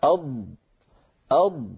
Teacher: يندفع اللسان قليلا إلى الأمام مليمترات بسيطة إلى أن يلامس رأسه منطقة التقاء اللحم بالأسنان من الداخل · Term: صفة الاستطالة